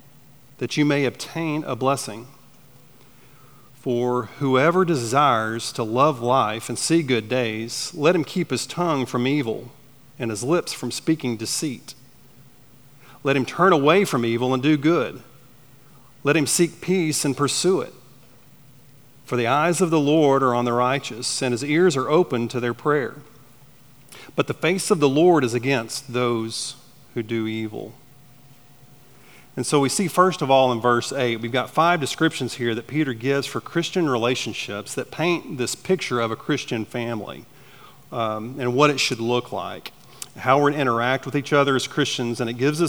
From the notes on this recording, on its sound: at Chaffee Crossing Baptist Church in Barling, AR.